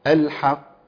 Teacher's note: وفي دي أعلى مراتب القلقلة لحرف القاف اللي هي المشدد الموقوف عليه